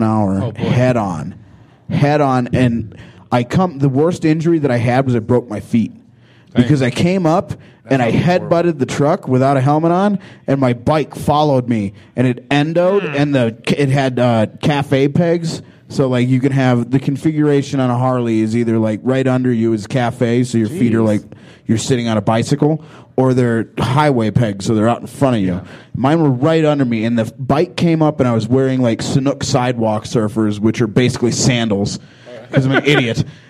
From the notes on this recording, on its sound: LIVE from Big Pine Comedy Fest 2018. Recorded at The Southside Tavern in beautiful historic Flagstaff, AZ on Opening Night of Big Pine 2018 !